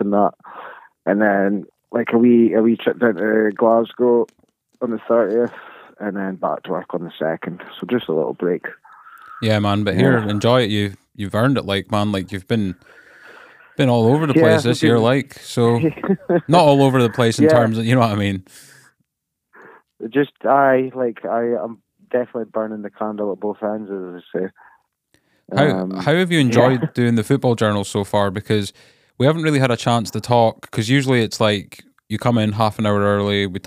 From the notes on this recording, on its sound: Jumped on the phone to do a episode during the absolute rush that is the festive period. Rodecaster troubles.